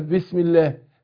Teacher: فلما كسرت الميم قبلها رققت لام لفظ الجلاله